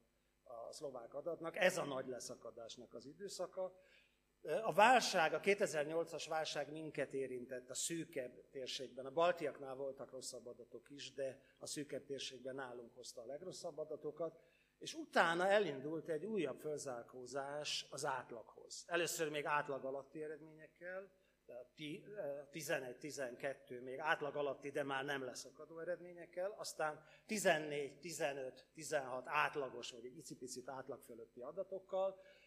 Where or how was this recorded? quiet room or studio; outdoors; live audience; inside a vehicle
live audience